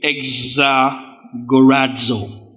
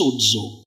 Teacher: Whenever you say Z in the Greek, there is a D consonant before it that helps it come forth. · Term: D consonant before the Z